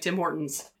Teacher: Canadians tend to like... Tim Hortons. Yeah, tend to breeze over those middle syllables